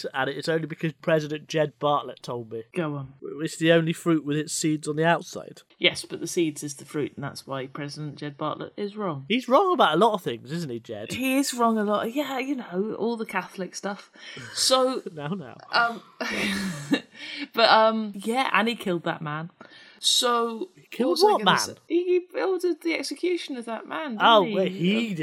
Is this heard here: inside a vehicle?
no